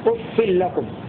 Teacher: قرأ نافع وحفص بكسر الفاء مع التنوين